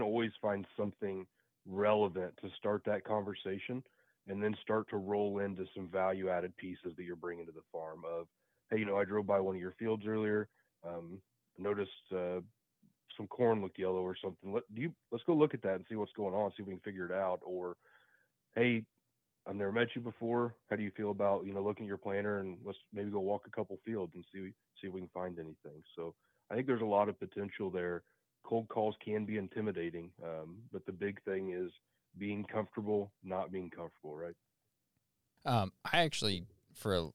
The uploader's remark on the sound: get on the phone